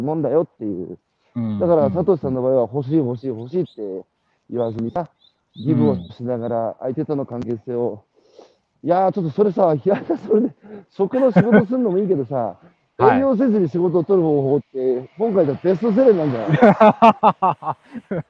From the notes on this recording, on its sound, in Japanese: 歩きながら1時間、対談する